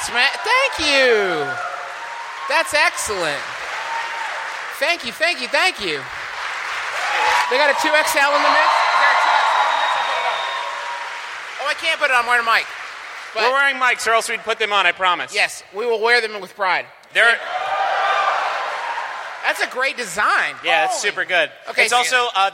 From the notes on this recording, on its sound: Is our annual holiday live show, which we recorded in the decidedly non-holiday month of September. It was also the live show featured in the MBMBaM TV show!